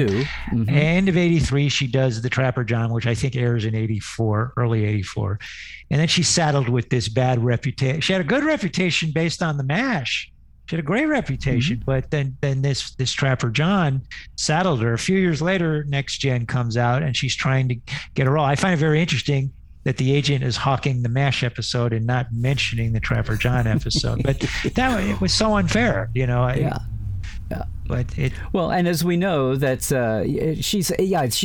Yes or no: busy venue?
no